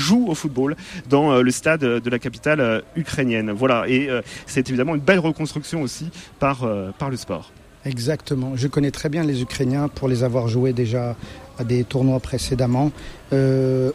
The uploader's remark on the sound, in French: En direct de la Ligue des Nations de foot pour amputés en Haute-Savoie.